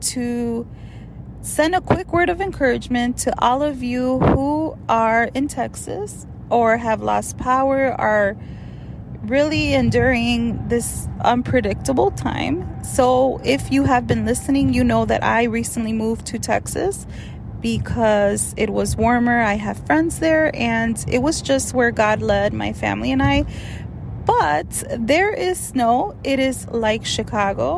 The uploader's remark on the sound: This episode is a little different because I am coming straight to you from my car! Yes girl we are in the middle of this Texas storm and without power.